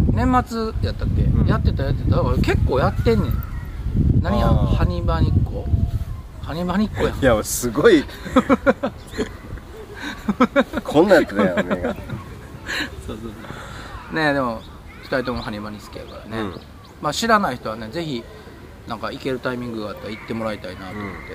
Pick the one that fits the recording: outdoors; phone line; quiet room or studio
outdoors